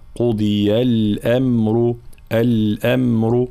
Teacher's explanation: الحروف كلها مرققة ما عدا حرف الراء، فلا نقول قضي الأمر، لا، قضي الأمر، الأمر وليس الأمر، فالانتباه.